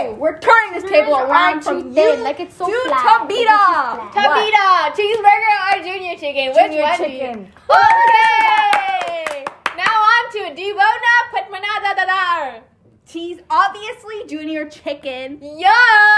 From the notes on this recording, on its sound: Here we have a mini episode full of our hYpEr and loud (RIP headphone users) personalities.